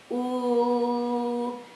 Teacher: It's not like O. It's not that open.